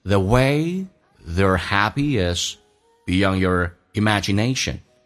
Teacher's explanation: 像 beyond 这个单词就不是特别的把它强调出来，它也是实义词汇，但是给它的一种这个声调的，那么声调以及包括它的元音的夸张程度就没有那么的明显，所以呢这句话就变成 The way they're happy isBeyond your imagination.